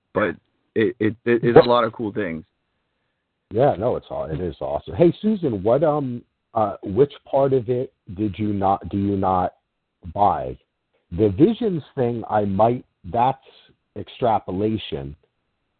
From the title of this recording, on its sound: Fan Call In Show